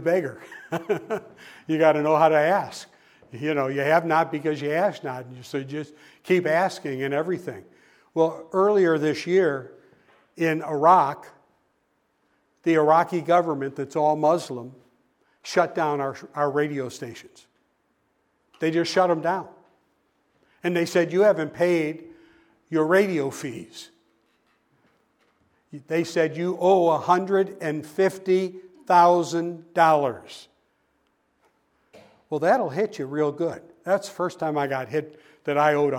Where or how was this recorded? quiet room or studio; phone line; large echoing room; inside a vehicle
large echoing room